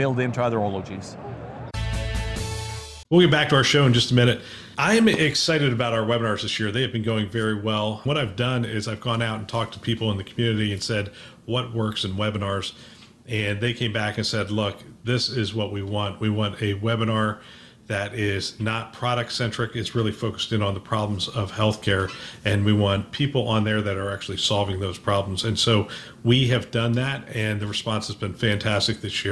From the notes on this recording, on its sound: an Interview in Action live from HIMSS 2023